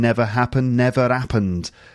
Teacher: hear the alveolar tap between never happened